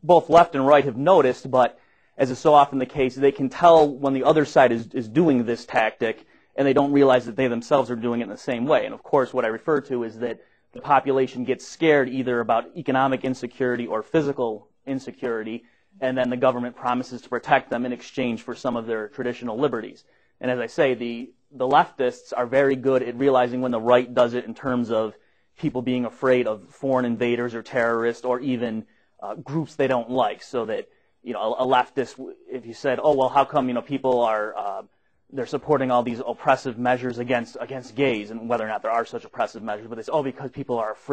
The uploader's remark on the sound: Recorded at the Mises Institute